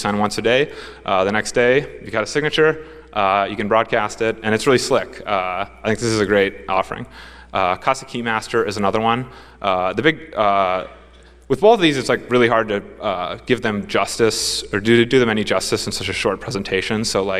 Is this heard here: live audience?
yes